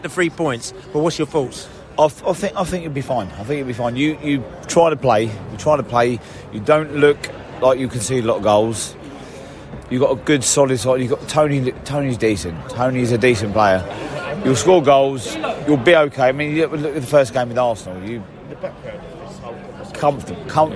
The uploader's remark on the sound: Post-Match Podcast From The Stands and Pub. We spoke to both Brentford and Brighton fans in the stands and in the pubs after the match.